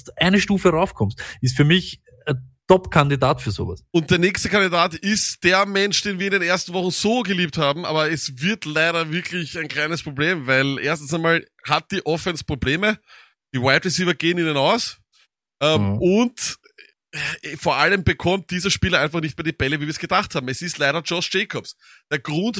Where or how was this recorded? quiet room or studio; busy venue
quiet room or studio